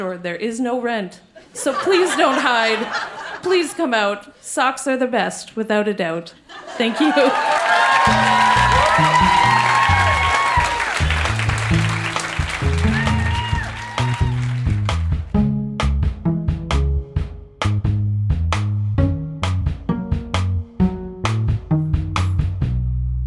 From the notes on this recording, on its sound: Recorded live in Vancouver, BC.